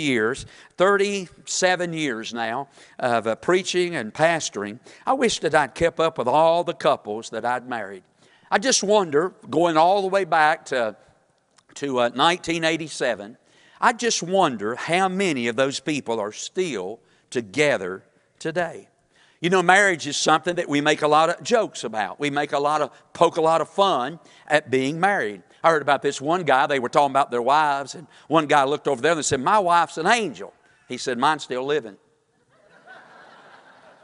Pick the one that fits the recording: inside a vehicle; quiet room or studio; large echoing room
large echoing room